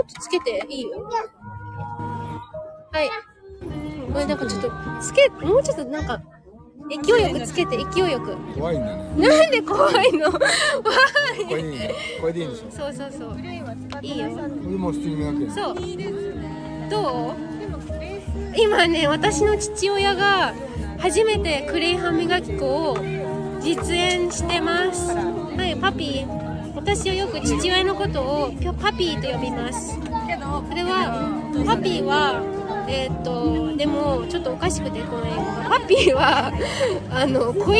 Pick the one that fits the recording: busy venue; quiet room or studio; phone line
busy venue